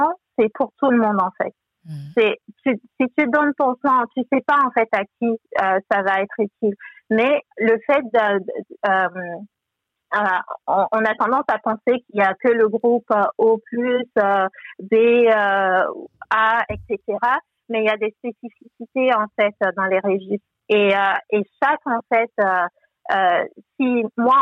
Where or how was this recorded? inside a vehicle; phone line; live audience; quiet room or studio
phone line